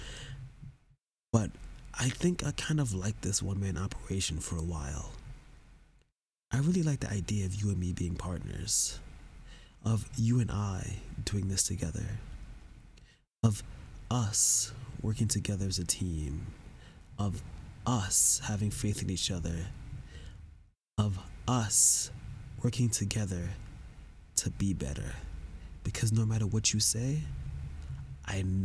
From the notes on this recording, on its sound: Sorry about the hissing